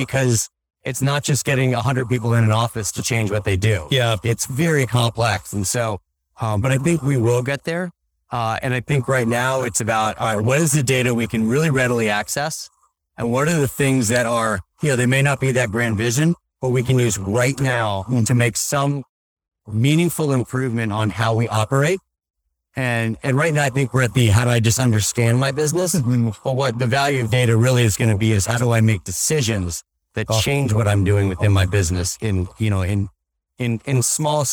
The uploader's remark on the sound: LIVE at Optech